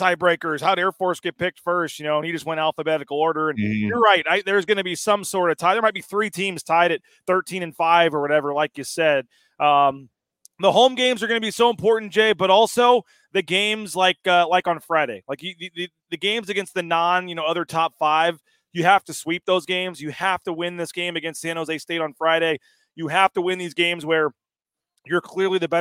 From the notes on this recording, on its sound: Live from Stadium Swim at Circa Las Vegas. LIVE at Stadium Swim at Circa Resort and Casino for Bronco Nation News.